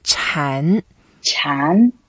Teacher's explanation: Chan is a second tone. And so we go up a bit